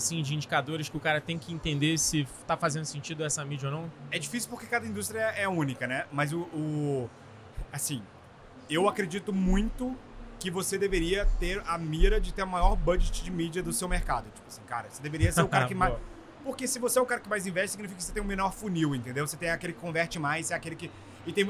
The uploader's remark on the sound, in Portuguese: Mais um episódio gravado no maior evento de inovação e tecnologia do mundo, o Rio WebSummit!